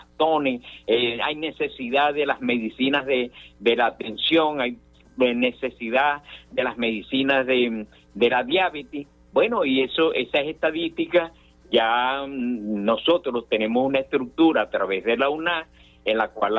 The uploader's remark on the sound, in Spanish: sostuvimos una charla telefónica